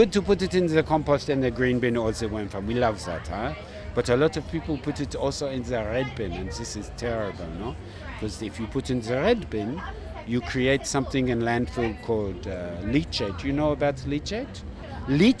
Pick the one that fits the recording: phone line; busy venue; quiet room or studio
busy venue